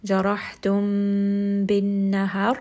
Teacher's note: Again, we have meme followed by ba, so I'm going to make sure that I give it some ghunna and that this meme sound is going up into the nose for a little bit of time